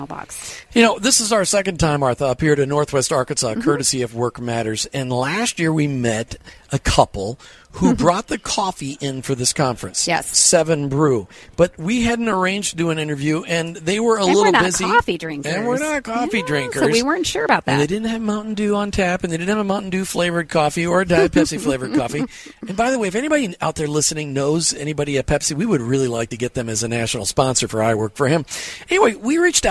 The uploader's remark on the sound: this year’s Workmatters Conference as we had our broadcast LIVE from their site in Rogers, Arkansas